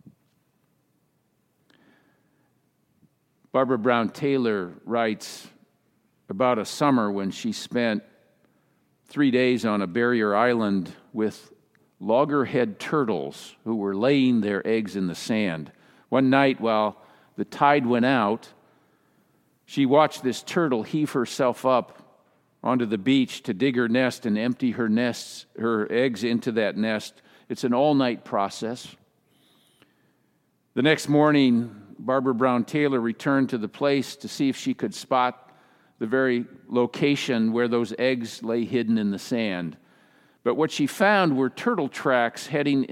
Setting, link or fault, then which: setting, large echoing room